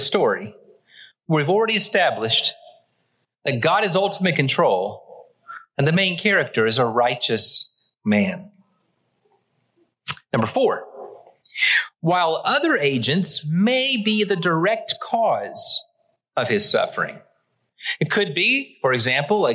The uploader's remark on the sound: Originally preached at the West Side Church of Christ (Searcy, AR) on April 23, 2023.